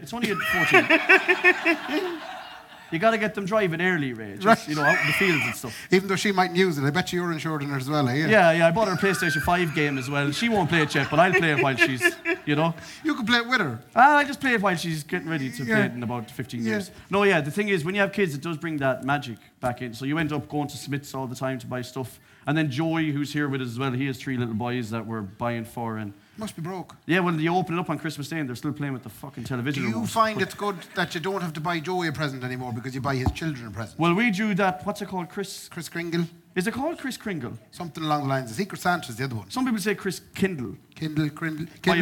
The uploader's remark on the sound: The deluxe extravaganza Christmas live show recorded at Anderson’s Tremendous Events Centre December 2023.